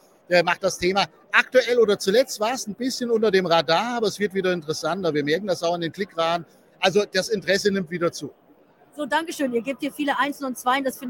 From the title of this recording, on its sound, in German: Live von der Invest in Stuttgart